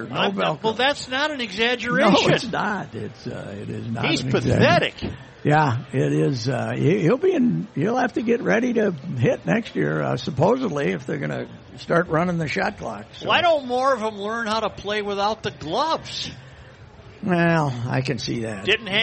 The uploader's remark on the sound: Broadcasting live from the MN State Fair.